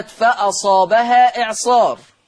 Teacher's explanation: فأصابها إعصار، مد منفصل مقداره الإشباع قولا واحدا